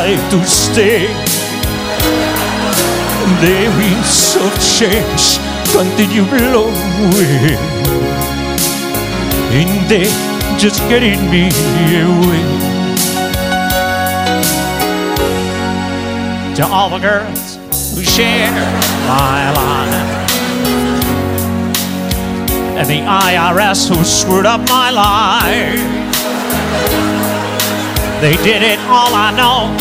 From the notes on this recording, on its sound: Live at the South Point Casino